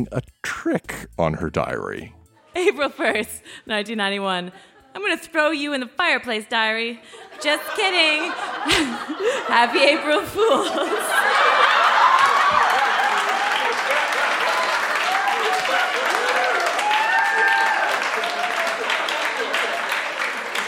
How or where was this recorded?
live audience